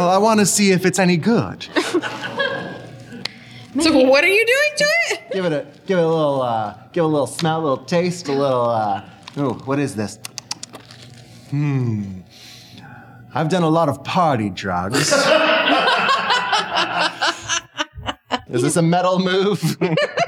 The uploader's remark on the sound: Listen along with our live audience